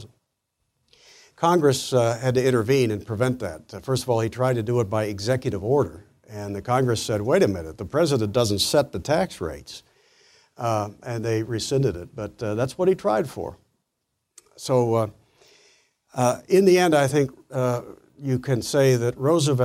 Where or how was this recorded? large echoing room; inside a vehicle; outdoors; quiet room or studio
large echoing room